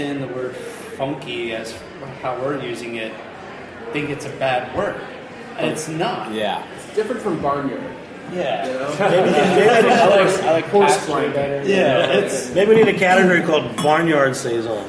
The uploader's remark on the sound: Recorded in March at Threes Brewery